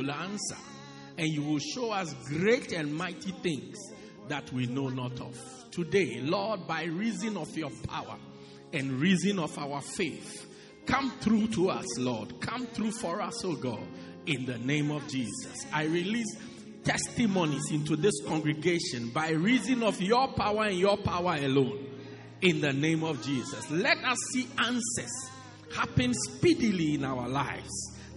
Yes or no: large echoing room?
yes